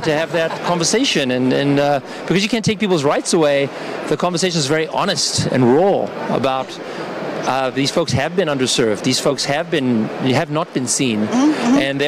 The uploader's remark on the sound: Live from Consensus in Austin, Texas